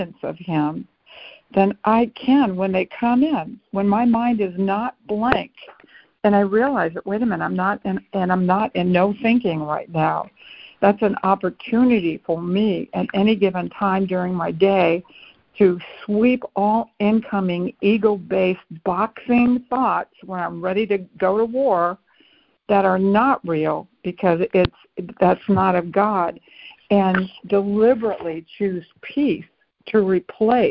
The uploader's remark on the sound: ACIM Daily Conference Call.